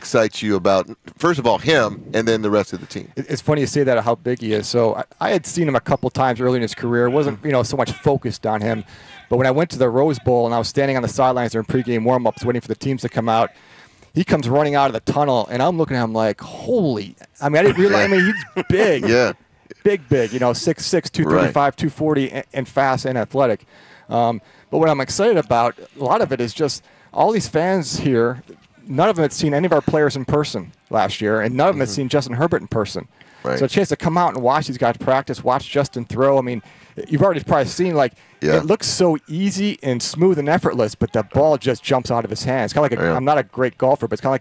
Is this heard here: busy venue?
yes